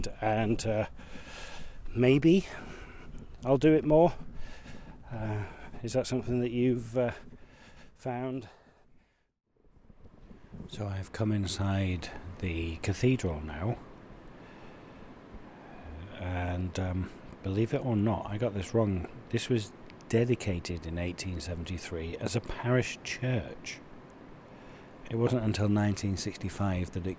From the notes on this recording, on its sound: Join me as I discover Arundel, Arundel Park and the River Arun. Walking part of the Monarch's Way, encountering a folly, a lot of water and mud, all the while having a discussion with myself about motivation and desire.